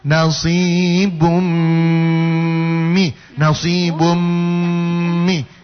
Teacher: langsung melebur ke huruf berikutnya disertai dengung · Term: idgham bigunna